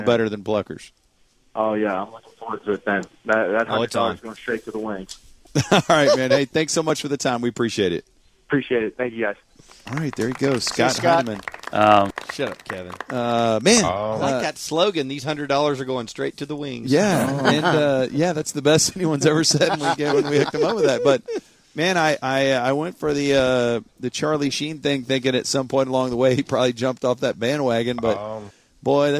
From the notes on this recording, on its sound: called in to the Ben and Skin show